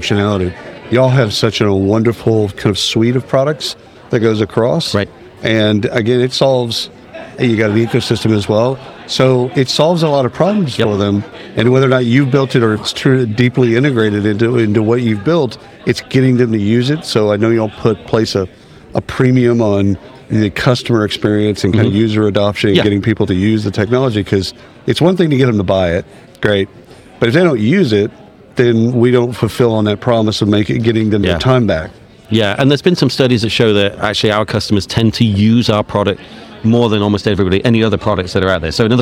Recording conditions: busy venue